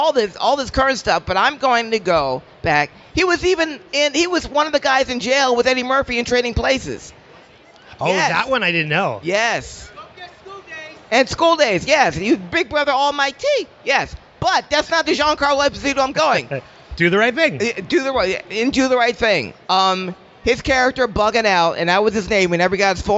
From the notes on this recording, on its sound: LIVE from FanExpo Philadelphia! Audio from the first ever Wilhelm podcast recorded in front of a live audience on the floor of FanExpo Philadelphia.